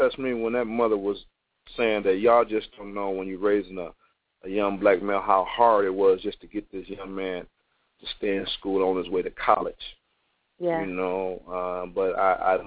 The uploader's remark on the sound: open up the phone lines